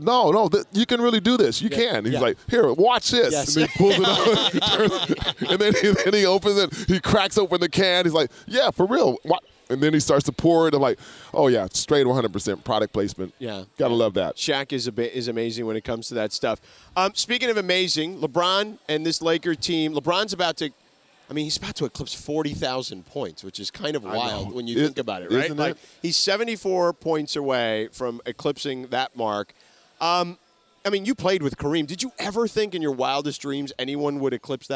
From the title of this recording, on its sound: Live From Crypto.com Arena!